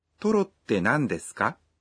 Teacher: If you add か to the sentence and say it with a rising intonation, you can turn it into a question.